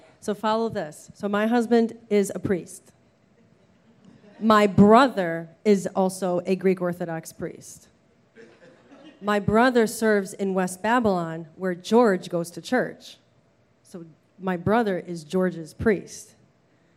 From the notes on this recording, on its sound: Recorded in front of our live audience at The Nutty Irishman immediately following the talks at our SPEAK: Growth pop-up event. In Farmingdale, New York.